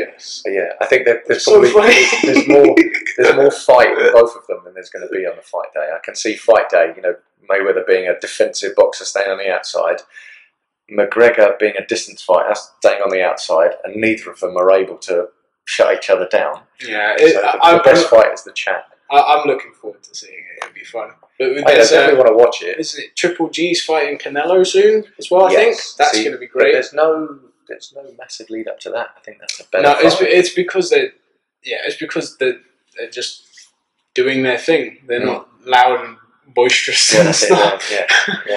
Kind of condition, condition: fault, poor sound quality